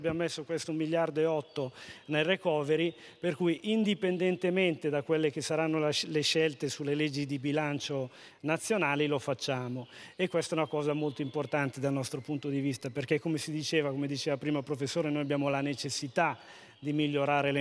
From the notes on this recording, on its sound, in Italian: al Festival dell’Economia di Trento 2021